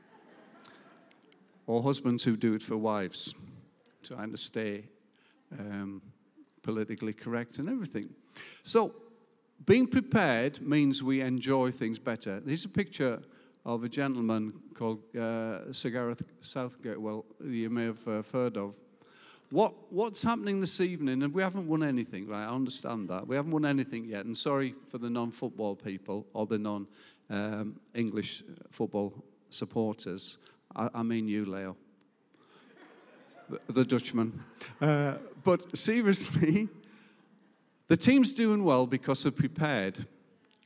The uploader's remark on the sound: Recorded live at Life Church Lancashire 11th July 2021.